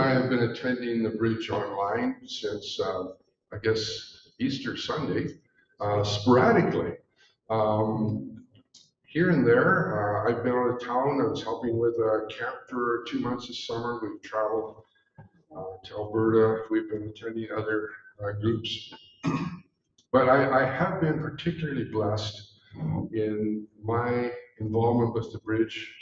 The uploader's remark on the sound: We are *still* working out the kinks with live recordings, thanks for being gracious!